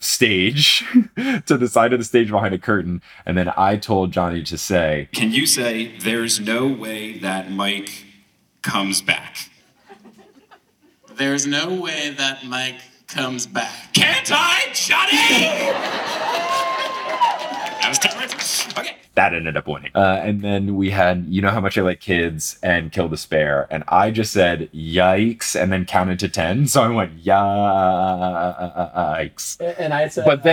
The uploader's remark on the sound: LIVE in Atlanta! This audio is from the March 2022 Atlanta live show.